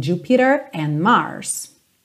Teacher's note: a tendência do inglês americano é mesmo fazer o rarara no T